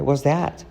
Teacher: la T final casi no se dice